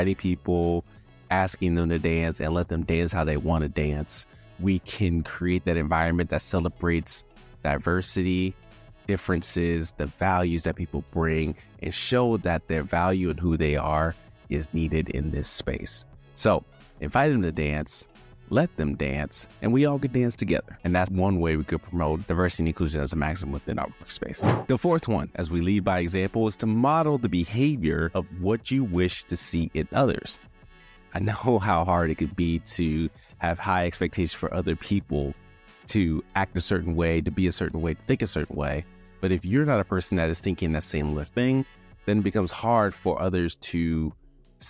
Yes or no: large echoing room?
no